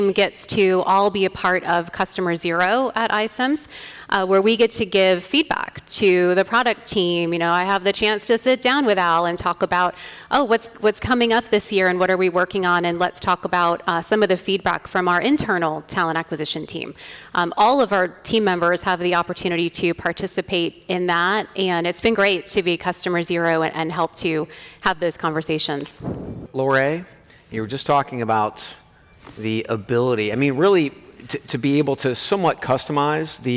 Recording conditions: live audience